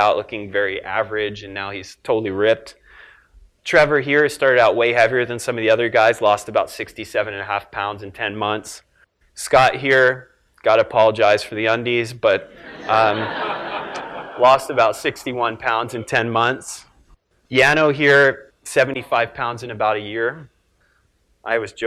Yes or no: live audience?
yes